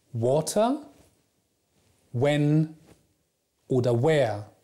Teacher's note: vor dem W ist ein kleines U zu hören